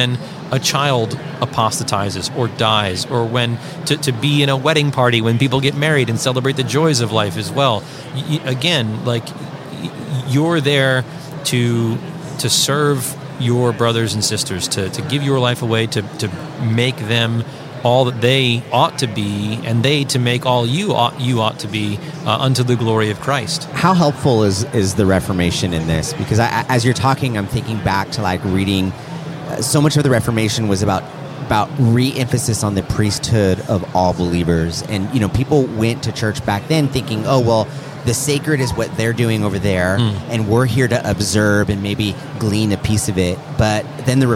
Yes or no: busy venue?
yes